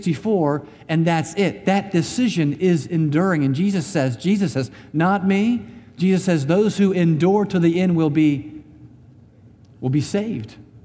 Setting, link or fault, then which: setting, large echoing room